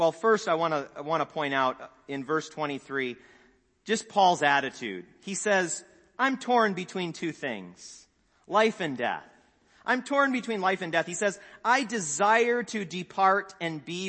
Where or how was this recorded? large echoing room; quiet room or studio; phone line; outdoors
large echoing room